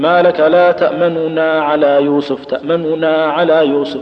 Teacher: تنطق بها حركة لكن سريعة، تخطفها خطف، وبهذه الحالة ينفك الإدغام · Term: اختلاس